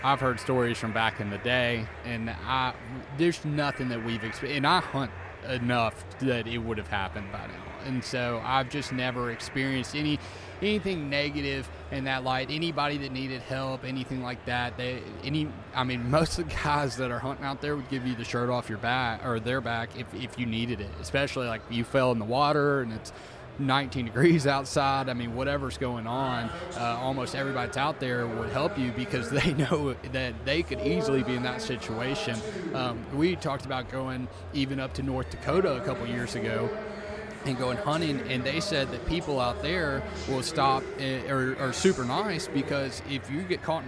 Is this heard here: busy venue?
yes